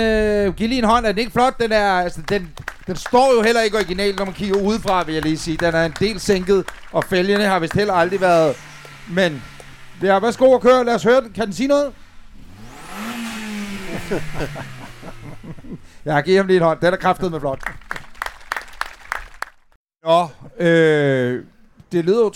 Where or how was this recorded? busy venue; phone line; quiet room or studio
busy venue